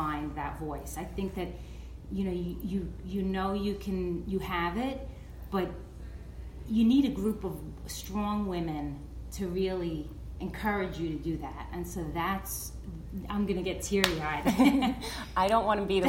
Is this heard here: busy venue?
yes